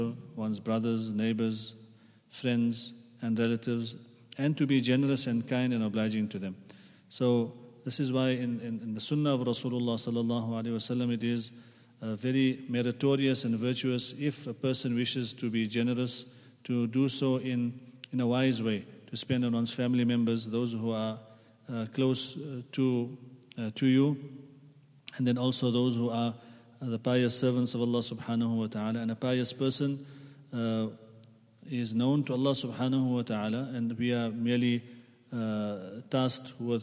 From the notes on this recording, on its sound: at the Houghton Masjid (West Street)